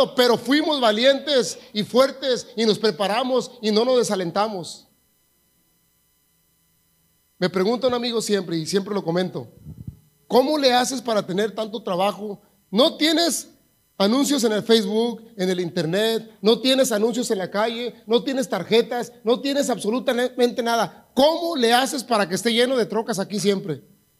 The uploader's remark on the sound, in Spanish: grabado en Iglesia La Casa Del Alfarero en Edinburg, TX